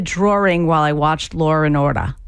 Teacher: There are two different kinds of inserted R's we get. The linking R, which is an extra R we find in dialects that typically drop the R